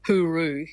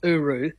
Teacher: that H gets dropped all the time · Shown in: second take · another bit of the shortening, but H is kind of weakened anyway, so you get hooroo, you know, becomes uru.